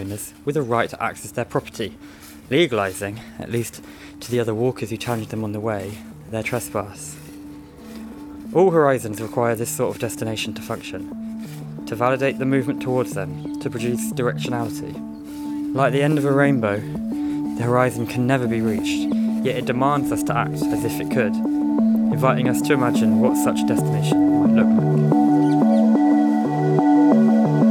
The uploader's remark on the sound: Recorded while out walking.